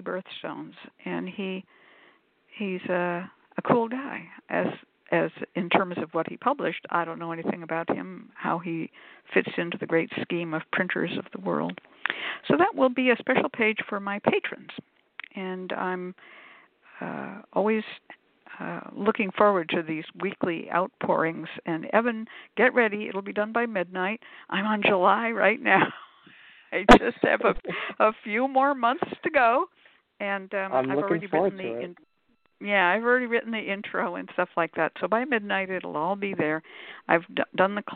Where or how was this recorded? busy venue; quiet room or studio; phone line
phone line